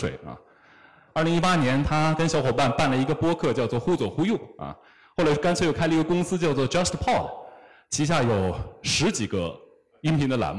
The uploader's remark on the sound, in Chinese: 在杭州单向空间举办的《昭和风，平成雨》分享活动的现场录音。